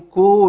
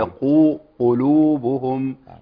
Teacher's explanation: لان القاف هنا مضمومة في مرتبة عالية من التفخيم · Shown in: second take · أو نسبية من التفخيم.